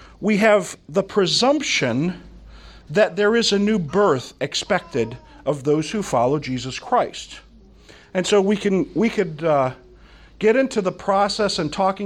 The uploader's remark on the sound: From the Summer 2015 Clearnote Conference.